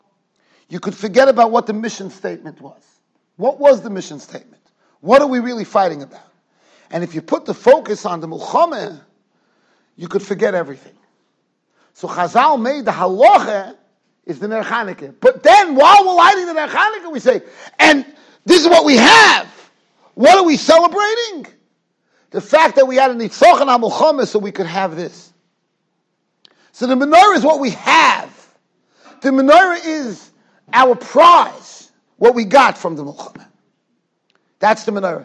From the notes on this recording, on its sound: Shiur recorded in Yeshivas Ohr Reuven, Monsey, NY.